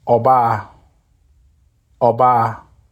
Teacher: The sound focus is on the open O and the long A.